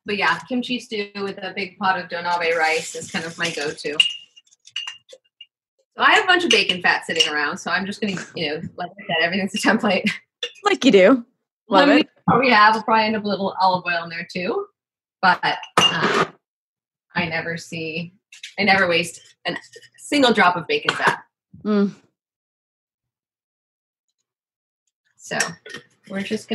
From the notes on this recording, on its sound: This bonus episode is adapted from a live (virtual) conversation and cooking demonstration. The conversation was broadcast live for Cap Times members.